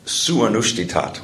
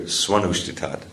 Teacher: this word suanushtitat, which is pronounced here swanushtitat, the U becomes a V · Shown in: second take